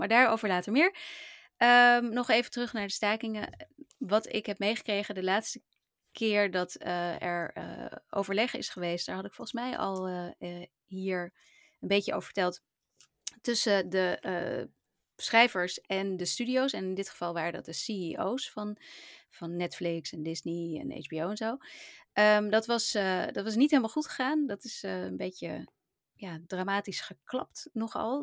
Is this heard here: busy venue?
no